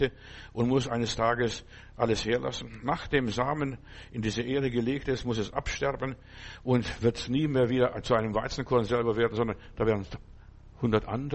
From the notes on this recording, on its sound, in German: November 2023 im Gemeinde-Zentrum in Berlin aufgenommen.